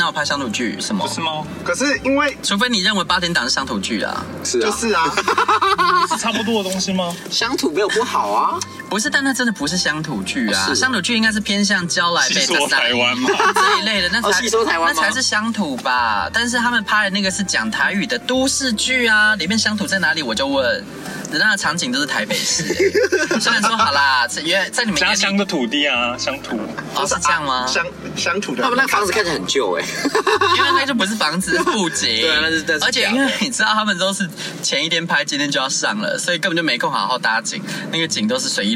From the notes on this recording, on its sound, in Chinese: 開車錄音